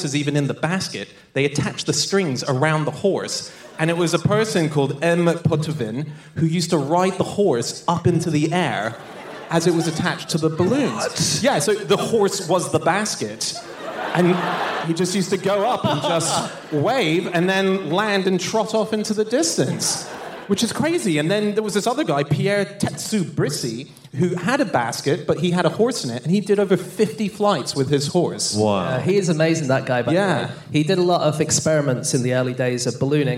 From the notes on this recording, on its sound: Live from New York